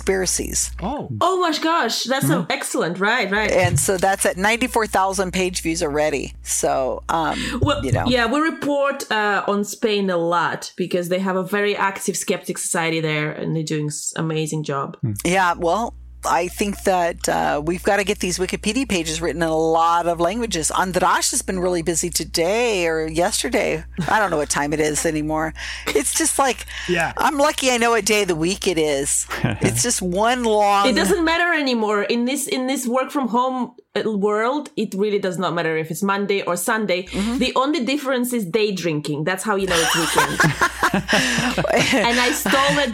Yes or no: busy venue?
no